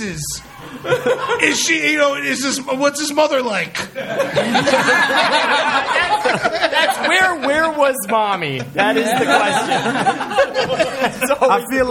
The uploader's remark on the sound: Live at the Creek and the Cave! It’s our first ever live episode!